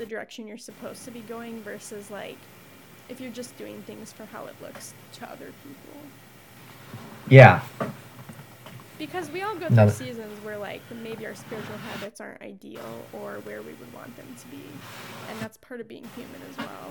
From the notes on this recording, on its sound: Despite some polarizing audio levels